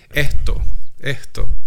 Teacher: pueden aspirar la S antes de la T, a diferencia de acá